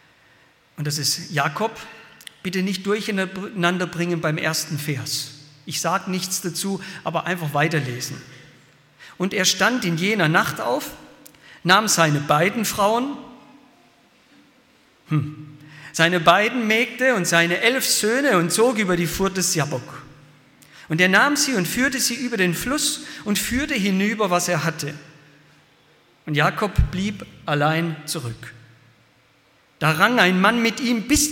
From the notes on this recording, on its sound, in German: aus dem Gottesdienst der Liebenzeller Mission